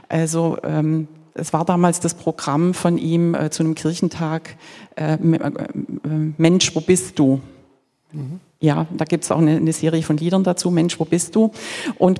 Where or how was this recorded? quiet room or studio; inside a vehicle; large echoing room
large echoing room